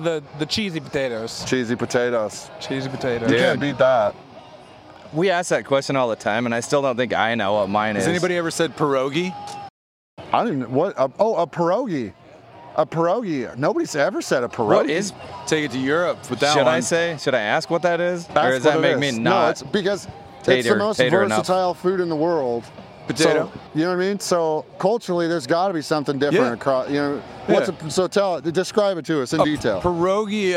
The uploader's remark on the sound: Live at Aftershock